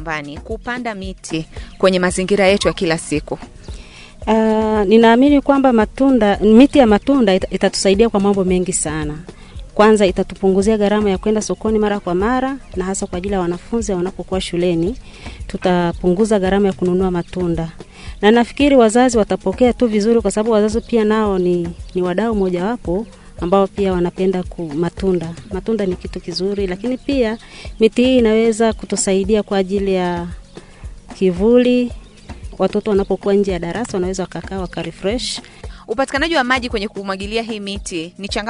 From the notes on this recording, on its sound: This Podcast episode is recorded from the field